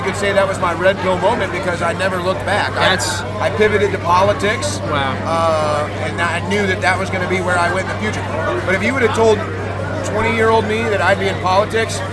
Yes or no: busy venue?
yes